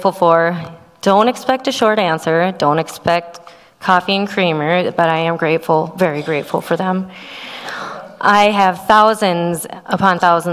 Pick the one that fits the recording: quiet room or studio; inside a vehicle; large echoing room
large echoing room